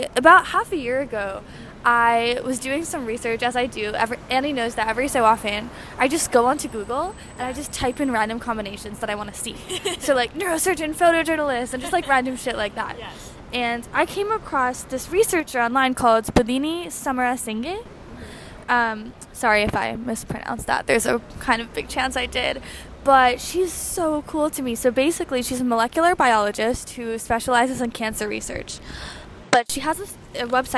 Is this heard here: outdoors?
yes